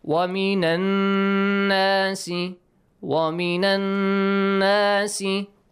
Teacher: you have to produce a ghunna sound with your nose, a nasal sound.